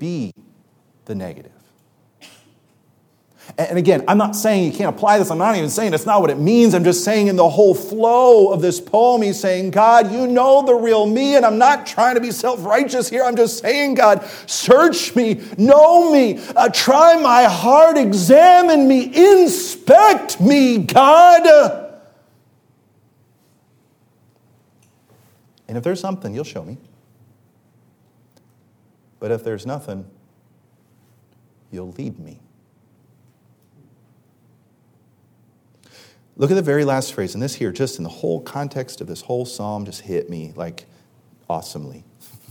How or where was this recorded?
large echoing room